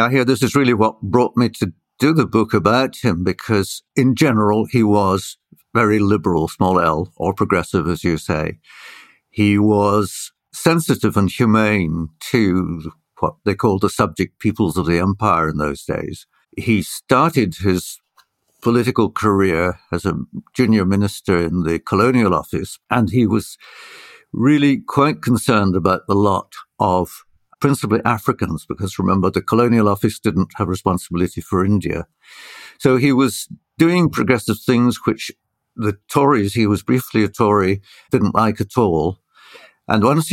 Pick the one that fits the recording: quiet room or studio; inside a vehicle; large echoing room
quiet room or studio